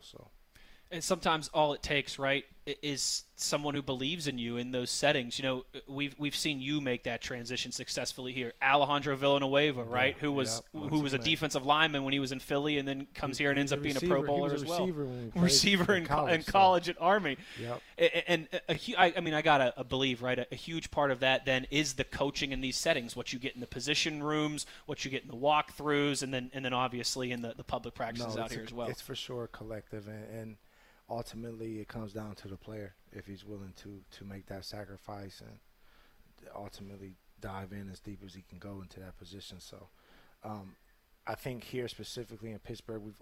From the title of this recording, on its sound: Live from Steelers Camp Day